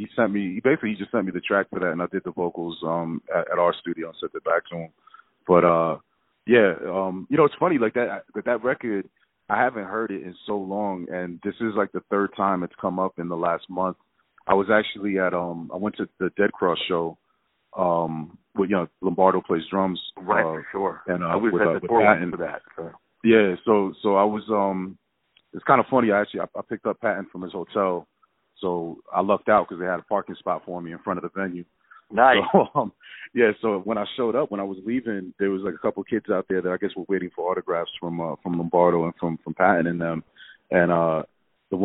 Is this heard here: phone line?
yes